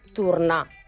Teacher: vaig canviar la O i la vaig transformar, entre cometes, en una U. I no vaig pronunciar la R.